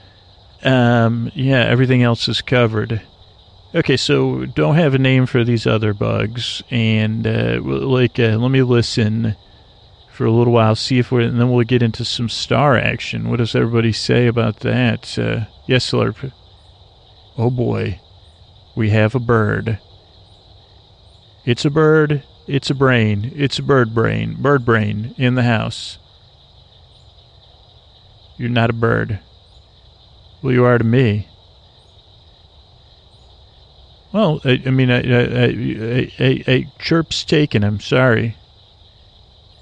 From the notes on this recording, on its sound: On Location. An ambient episode recorded on the edge of dusk in Florida, listen a rest as I listen and comment on the sounds of the swamp.